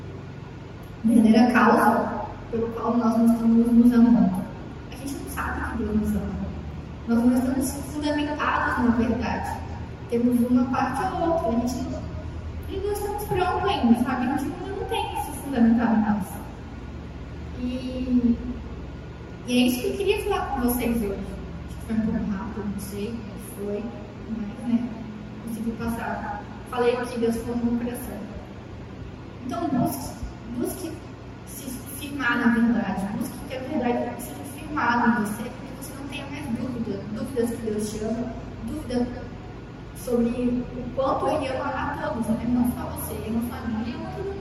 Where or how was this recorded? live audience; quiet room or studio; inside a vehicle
live audience